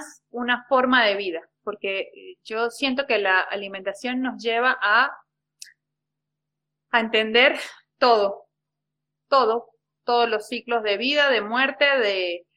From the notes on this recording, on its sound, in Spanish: Audio de la charla en vivo por Instagram